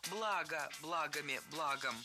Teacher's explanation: Ударение в слове «благо» всегда падает на первый слог. Оно неподвижное.